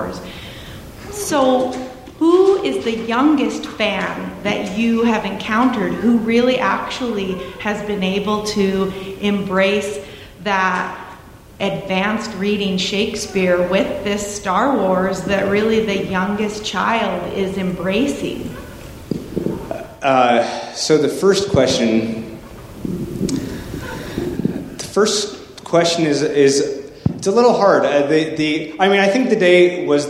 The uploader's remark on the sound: The Salt Lake City Library hosted a conversation. This in-depth discussion also took audience questions.